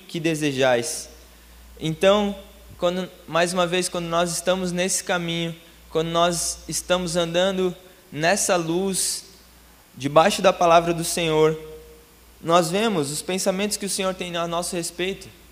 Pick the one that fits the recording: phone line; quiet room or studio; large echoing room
large echoing room